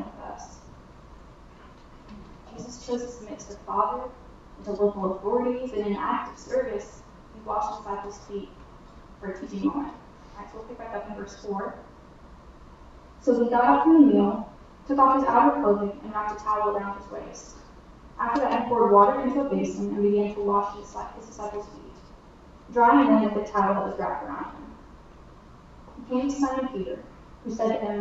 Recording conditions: drop-outs